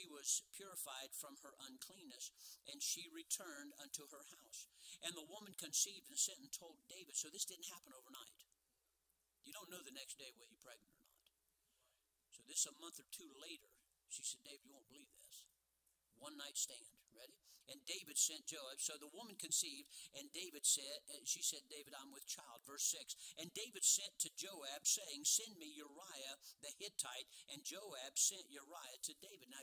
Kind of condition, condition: setting, large echoing room